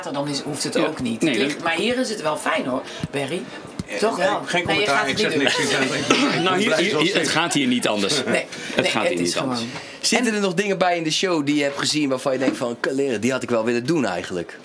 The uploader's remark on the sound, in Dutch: Er hangt een ontspannen sfeer in de Kleinste Kroeg van Nederland, backstage bij De Vrienden van Amstel LIVE